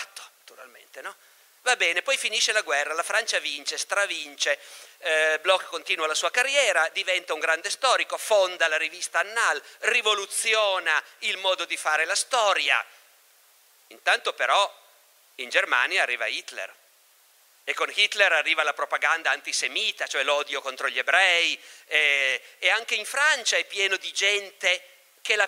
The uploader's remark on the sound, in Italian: Festival Logos 2019, estratto